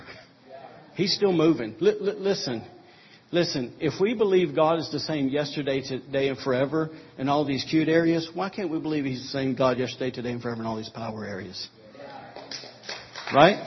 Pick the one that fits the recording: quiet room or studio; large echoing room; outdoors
large echoing room